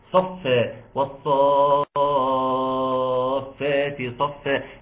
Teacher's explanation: يمد بسبب السكون ومقداره ست حركات · Term: مد لازم كلمي مثقل